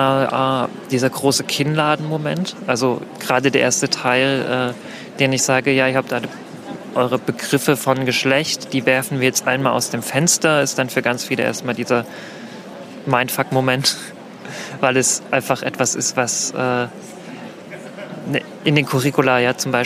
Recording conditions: busy venue